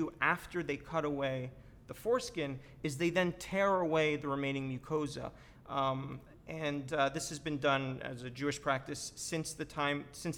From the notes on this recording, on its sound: This is a recording of the discussion that followed a special screening